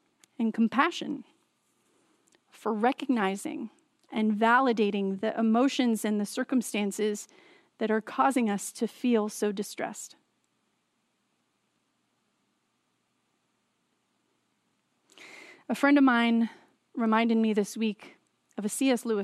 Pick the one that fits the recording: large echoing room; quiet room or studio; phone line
large echoing room